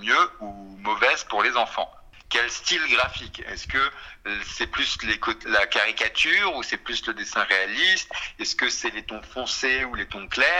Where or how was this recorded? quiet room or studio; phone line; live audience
phone line